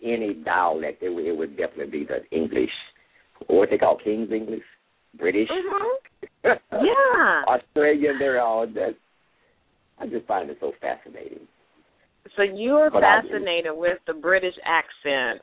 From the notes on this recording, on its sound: LML uses a progressive live call in format.